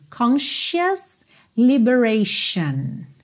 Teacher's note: The conscious liberation of the female state. Atenção a esse som, sh, sh, que a gente tem aí em duas palavras seguidas